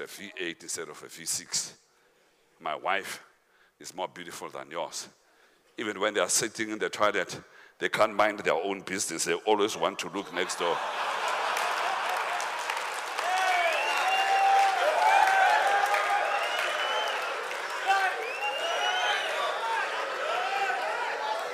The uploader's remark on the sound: Men Of Hope Conference 2022 Day 3 Second Session